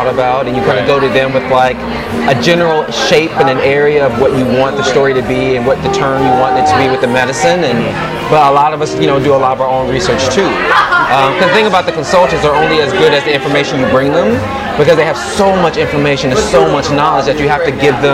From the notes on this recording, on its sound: This episode was recorded live at The Velvet Lounge.